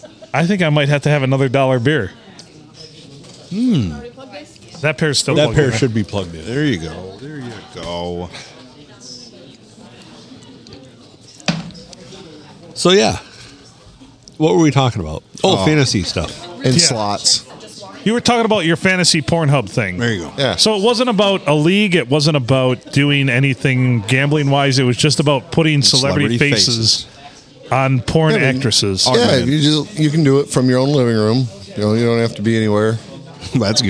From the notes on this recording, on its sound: Recorded at the Blue, on a Saturday afternoon as the place got busier and busier.